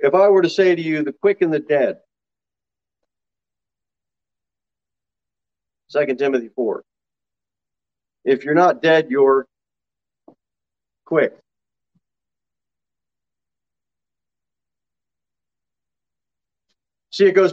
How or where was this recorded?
large echoing room